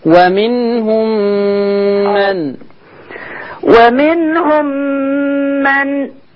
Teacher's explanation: خلي بالك من إضغام الميم في الميم